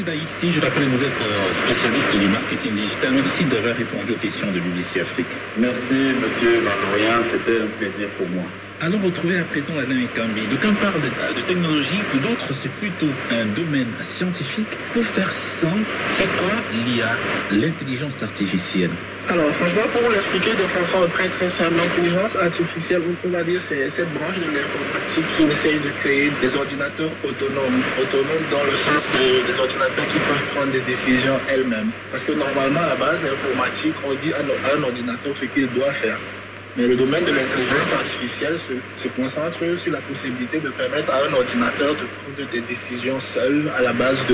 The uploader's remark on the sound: Recorded in Europe February 5, 2023 at 12.00 UTC, the shortwave frequency of 21500 kHz. Recorded using Kenwood R-5000 receiver and Wellbrook ALA 1530+ antenna placed very close to the building wall (therefore gathering some noise interference).